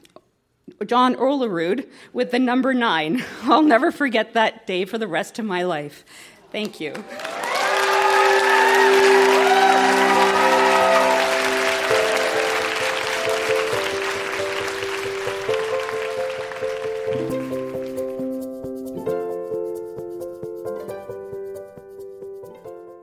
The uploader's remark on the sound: Recorded live at the Royal Cinema in Toronto.